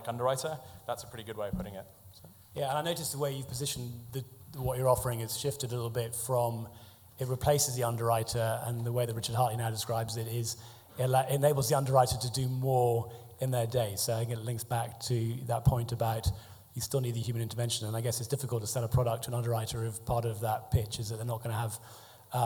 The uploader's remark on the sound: This week’s podcast features edited highlights. Chatting on stage with leading figures from AIG, Cytora, WhenFresh and Polar Capital at our live event in The Steelyard.